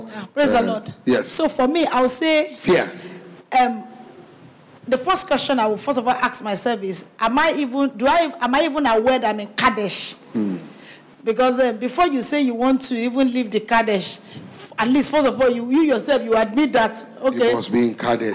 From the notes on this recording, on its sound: Recorded LIVE at our Interactive MidWeek Service